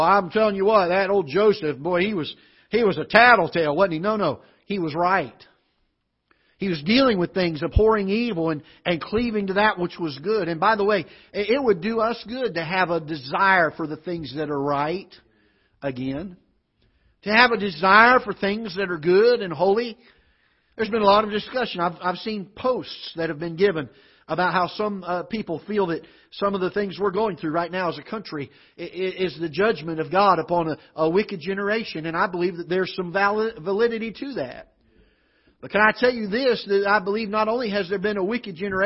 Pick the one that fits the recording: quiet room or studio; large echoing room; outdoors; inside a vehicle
large echoing room